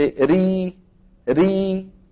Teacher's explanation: لما بتقول أنت ري ري ما في تضيق ولا في تفخيم · Term: المرققة